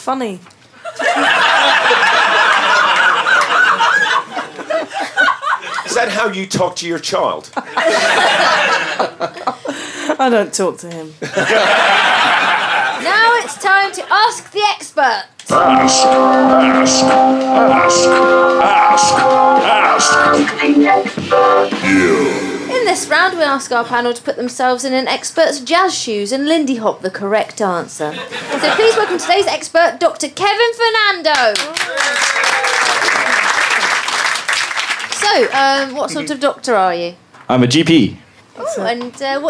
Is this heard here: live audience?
yes